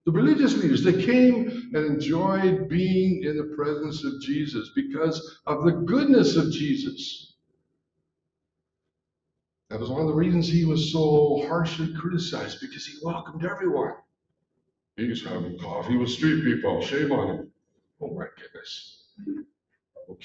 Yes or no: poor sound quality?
yes